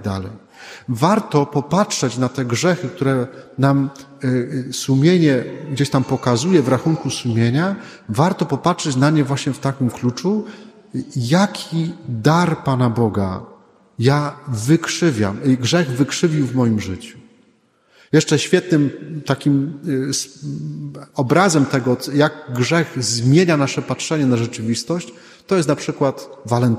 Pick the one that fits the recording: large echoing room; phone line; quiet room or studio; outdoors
large echoing room